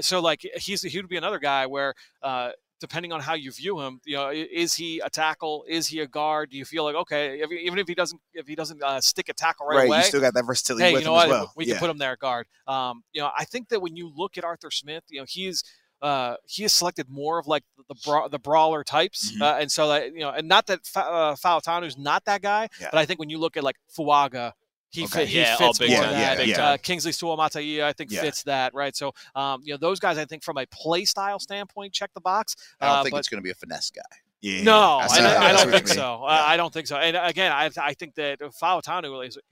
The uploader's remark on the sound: LIVE from the NFL Combine.